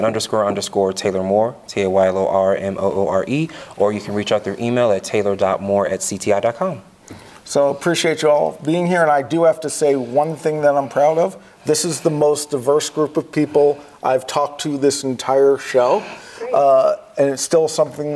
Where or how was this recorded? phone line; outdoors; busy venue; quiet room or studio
busy venue